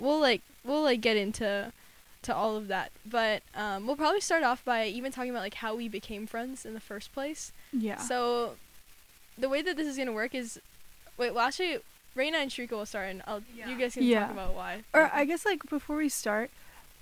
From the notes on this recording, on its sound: Sorry about the white noise in this episode : we're still figuring out mic stuff.